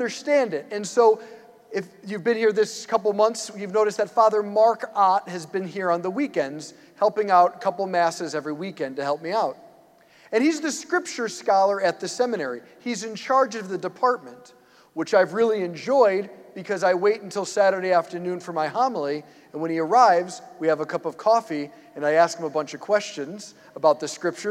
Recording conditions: large echoing room